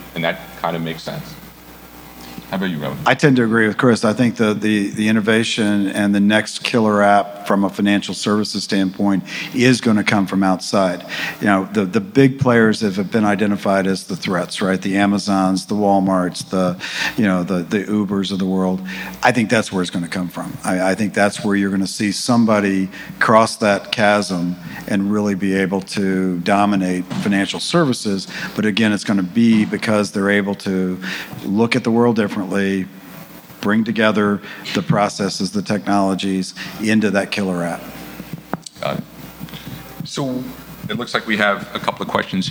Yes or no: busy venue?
yes